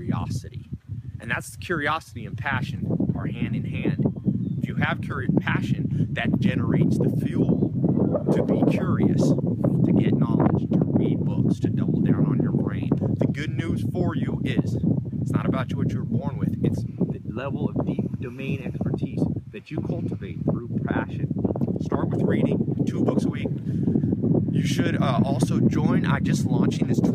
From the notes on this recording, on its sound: For Thanksgiving, I visited the Amish and …'s farm in Virginia and I read "Bounce" again on the airplane and recorded a video for you out in the snow by the chickens and pigs.